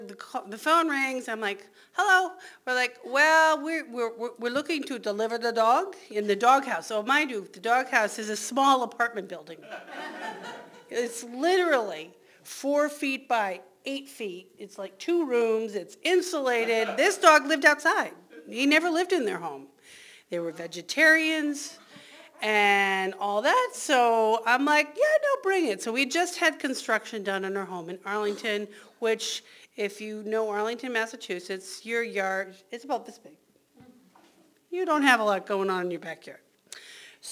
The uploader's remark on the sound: Recorded live in Provincetown, Massachusetts at WOMR Davis Space.